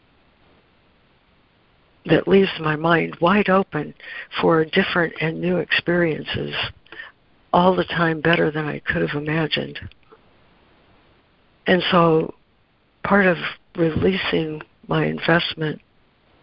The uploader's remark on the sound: ACIM Daily Conference Call